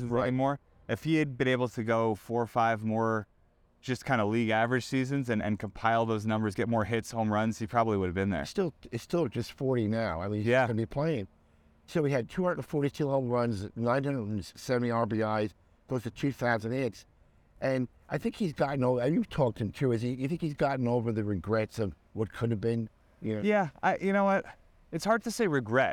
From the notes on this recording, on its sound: Recorded inside Clover Park at Port St.